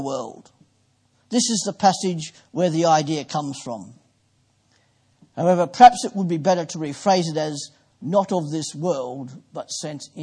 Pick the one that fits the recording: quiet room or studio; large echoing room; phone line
large echoing room